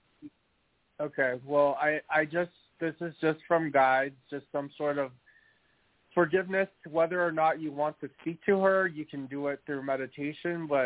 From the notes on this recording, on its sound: As they talk with previously recorded callers. THIS SHOW WAS PREVIOUSLY RECORDED. In this previously recorded episode on Blog Talk Radio.